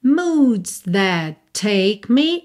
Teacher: that take, se junta num T só, né?